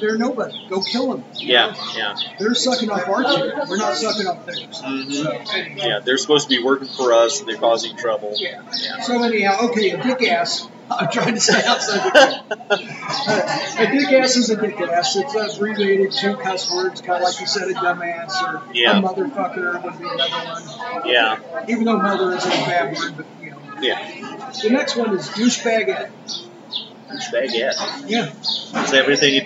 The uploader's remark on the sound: live from the city market!